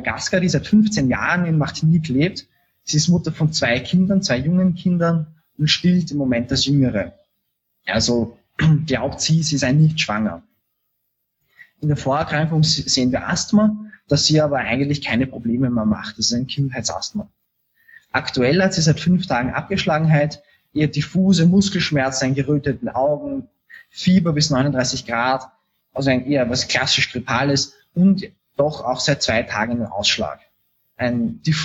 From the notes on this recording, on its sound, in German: Auf der französischen Insel «Martinique» in der Karibik. Via Live-Schaltung.